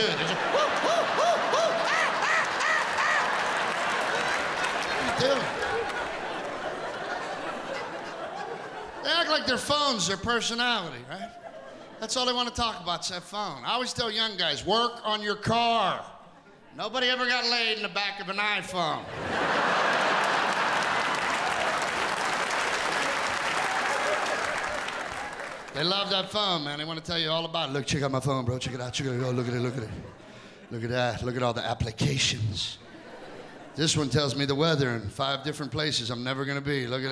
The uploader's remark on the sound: Returns home to Pittsburgh, where all the funny began for him, in a one-hour live event that celebrates working-class America.